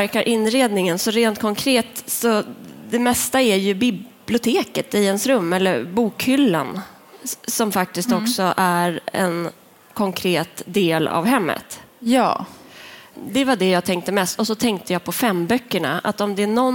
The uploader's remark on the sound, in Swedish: En bok blir till – live från bokmässan.